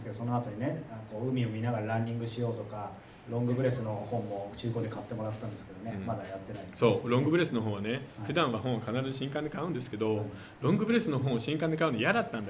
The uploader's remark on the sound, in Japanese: 10月5日横浜で開催された公開収録のオープニングトーク第2弾。